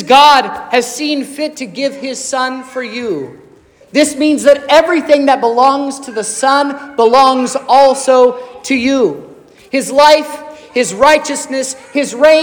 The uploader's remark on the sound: This is the sermon preached at Trinity Lutheran Church on Sunday, December 14th, 2023, which was Christmas Eve.